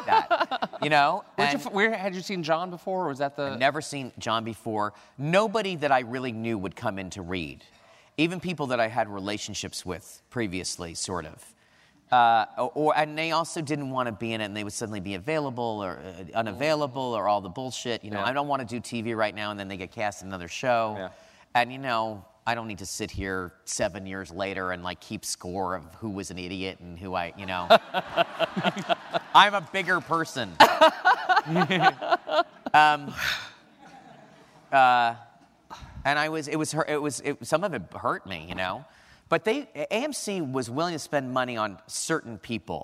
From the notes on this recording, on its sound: Recorded on April 28, 2015 at New York's 92nd Street Y. Recorded on April 28, 2015 at New York's 92nd Street Y.